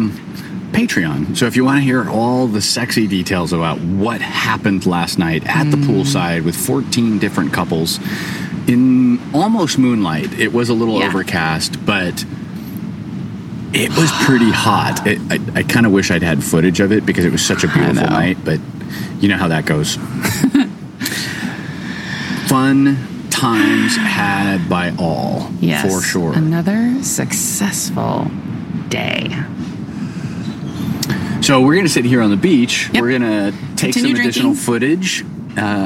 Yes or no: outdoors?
yes